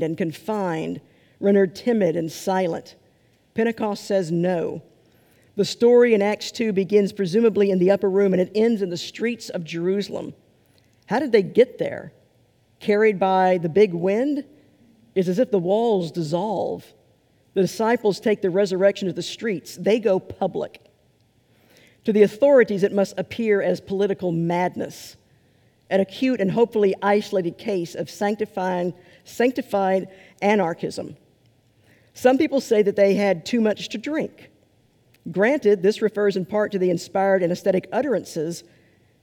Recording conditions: large echoing room